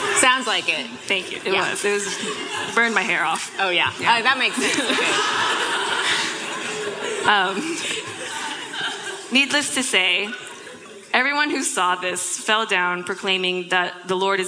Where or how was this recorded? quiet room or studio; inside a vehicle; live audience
live audience